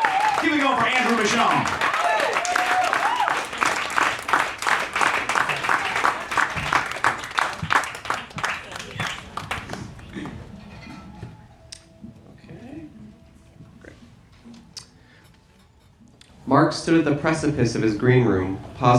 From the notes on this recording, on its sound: Recorded March 20, 2016 at The Virgil in Los Angeles